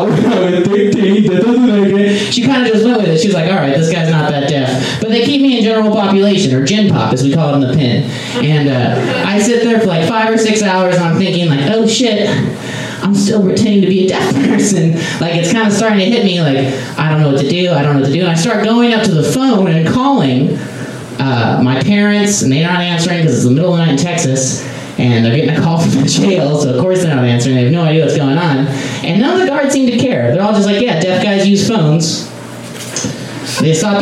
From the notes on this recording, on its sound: Live from Genuine Joe's